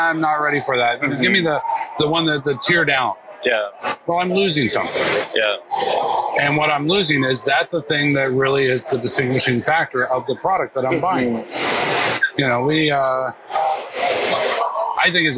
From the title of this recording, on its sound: LIVE AT NAA